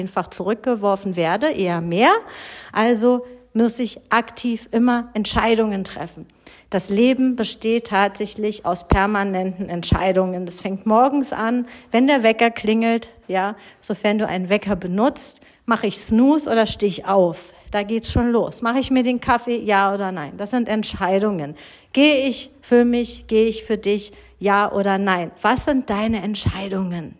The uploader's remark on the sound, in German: Live vom Seminar im November